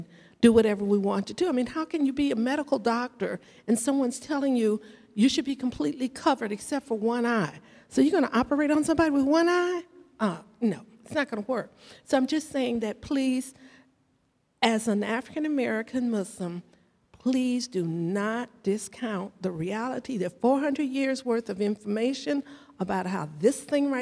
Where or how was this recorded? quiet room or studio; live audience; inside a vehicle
live audience